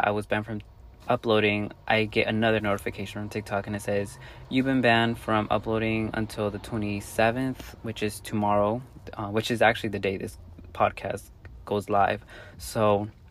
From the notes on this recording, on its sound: Take myself out to get boba & record this episode in my car. It was definitely a vibe sipping boba & talking in my car while I watched the sun set.